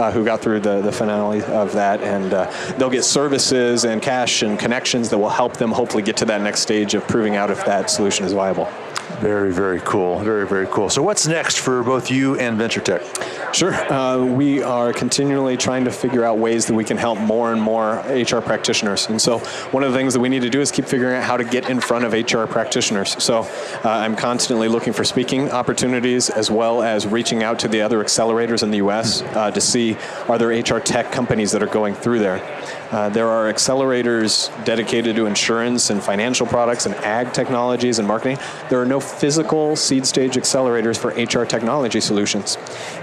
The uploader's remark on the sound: LIVE from Las Vegas, at #HRTechConf